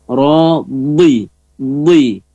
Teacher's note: Huruf do di tepi lidah. …, ya, tepi lidah ke atas.